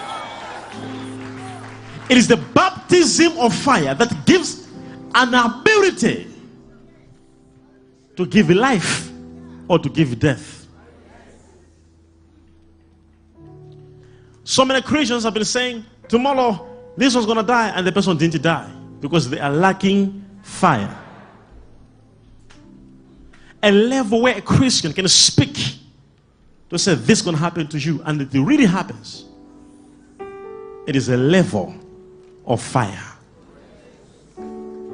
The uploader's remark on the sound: LIVE SUNDAY SERVICE| ECG CHURCH.